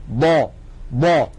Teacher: يعني لما نقول ضا ضا فيها استطالة، ولكن استطالتها سريعة ولا تكاد تلحظ